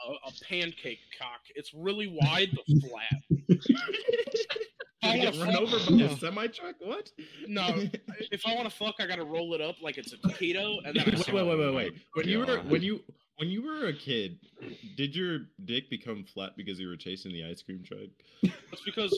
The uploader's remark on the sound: I hope you enjoy the terrible audio quality at its best. We weren't really in our right minds recording this.